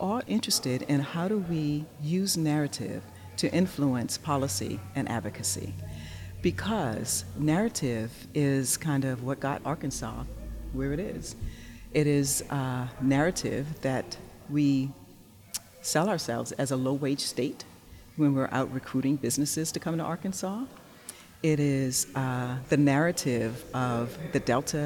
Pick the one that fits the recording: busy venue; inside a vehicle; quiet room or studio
busy venue